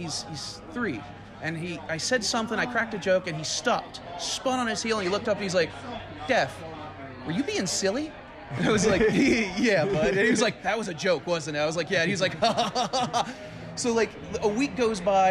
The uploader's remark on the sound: on the patio of our weekly Friday night mic at Hanks BBQ